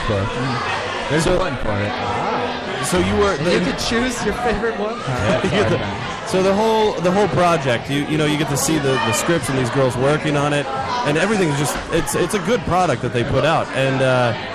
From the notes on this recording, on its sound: We are live from the K&A Finale party!